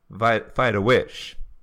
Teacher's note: she actually reduces the F to a V, and then the H is removed